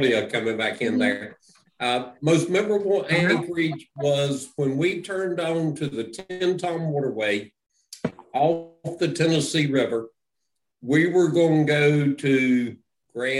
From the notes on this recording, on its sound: The recorded Open Q&A session from the recent Virtual Spring Rendezvous. Takes questions from attendees on all things related to the Great Loop!